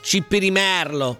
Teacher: con l'accento sulla penultima sillaba, va bene. La parola si pronuncia con la E aperta, cipirimerlo, merlo.